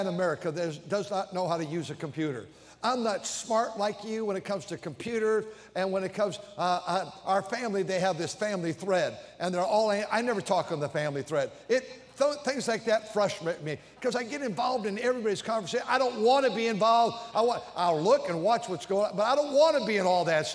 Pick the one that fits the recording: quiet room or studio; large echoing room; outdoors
large echoing room